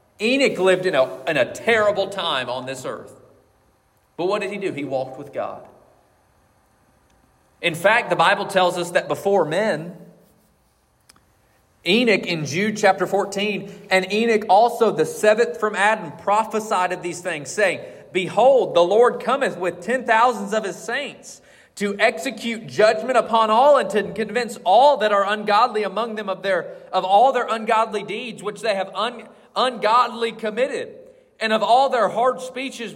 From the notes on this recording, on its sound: This message was preached on February 4th, 2024 at Collins Hill Baptist Church.